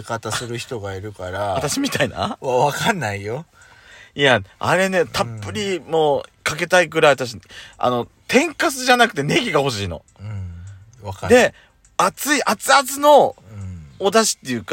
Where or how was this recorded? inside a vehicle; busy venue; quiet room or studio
inside a vehicle